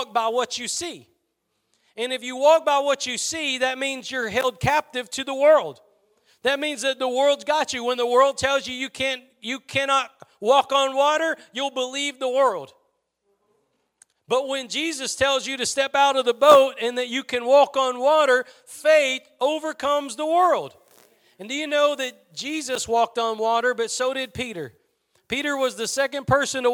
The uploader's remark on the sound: Preached at Gospel Lighthouse in Bossier City, La.